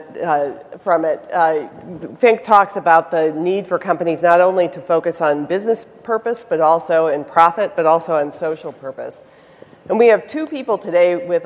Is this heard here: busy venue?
yes